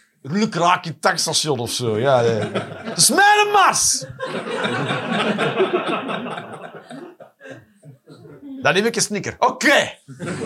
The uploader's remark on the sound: Live 20 December 2023, café The Joker, Antwerpen.